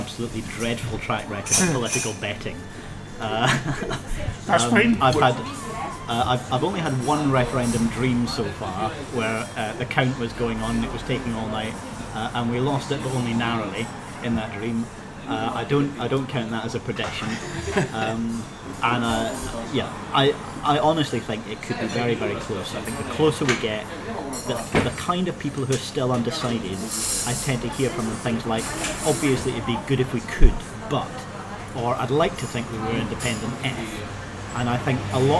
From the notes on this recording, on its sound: Recorded in Asti cafe in Edinburgh City Centre 21 July 2014.